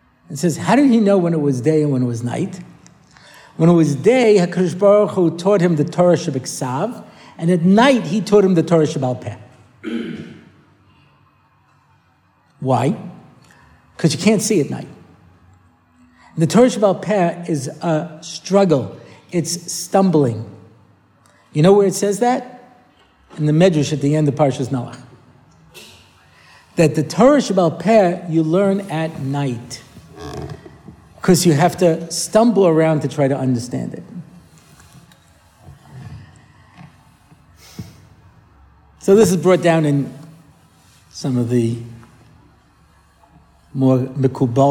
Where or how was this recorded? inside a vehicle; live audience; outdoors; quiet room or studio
live audience